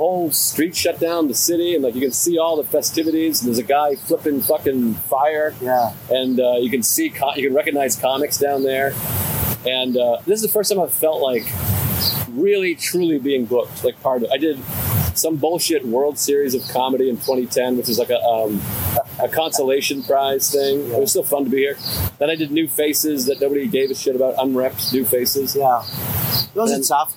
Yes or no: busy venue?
yes